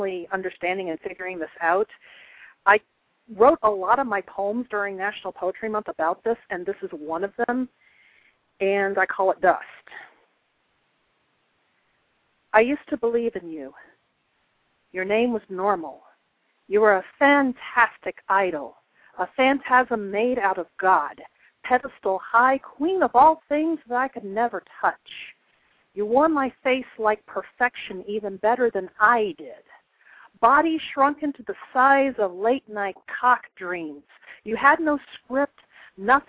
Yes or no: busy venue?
no